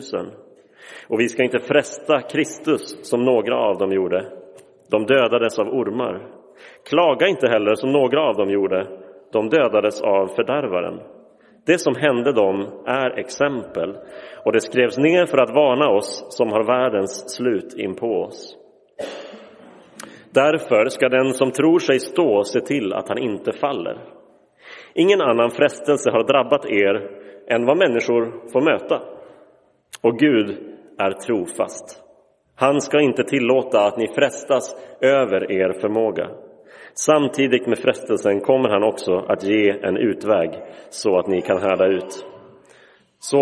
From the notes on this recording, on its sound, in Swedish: Inspelad i Roseniuskyrkan den 8 januari 2023.